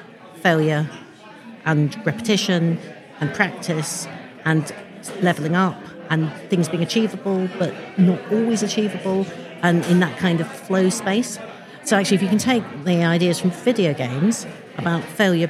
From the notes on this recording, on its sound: It’s the first in our very, very late miniseries recorded at the Playful Learning 2023 conference!